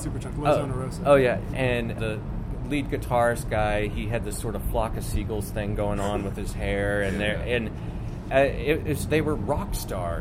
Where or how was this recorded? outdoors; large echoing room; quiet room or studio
outdoors